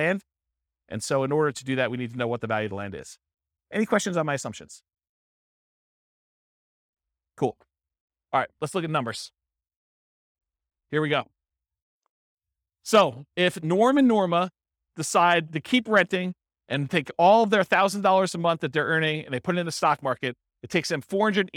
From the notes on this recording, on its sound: This was a live class recorded